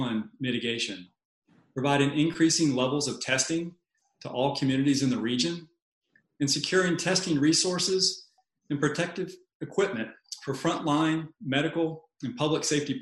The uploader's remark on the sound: COVID-19 Virtual Town Hall meeting - Local/Small Business.